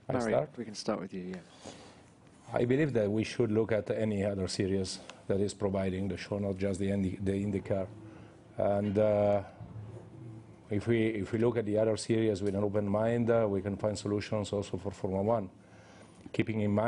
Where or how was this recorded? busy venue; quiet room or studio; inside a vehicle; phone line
busy venue